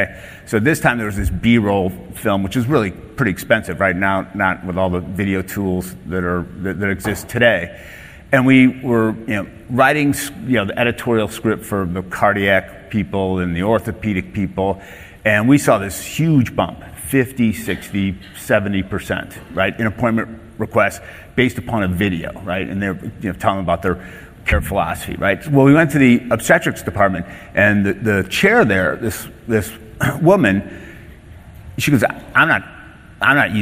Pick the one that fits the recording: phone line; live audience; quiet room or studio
live audience